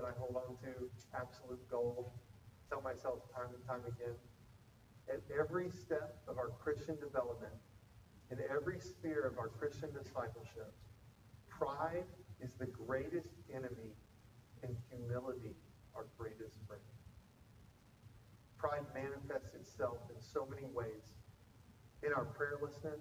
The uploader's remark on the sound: Apologies for the audio issues this week, we are aware and correcting!